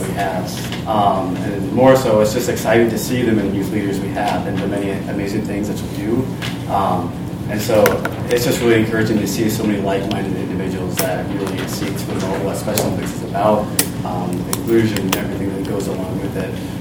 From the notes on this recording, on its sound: LIVE panel discussion from Special Olympics North America's Inclusive Youth Leadership Summit in Chicago